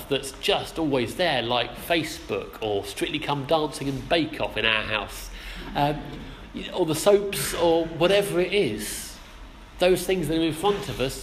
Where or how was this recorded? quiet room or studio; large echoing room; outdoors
large echoing room